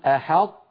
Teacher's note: بعد الحاء ننطق طاء ساكنة غير مقلقلة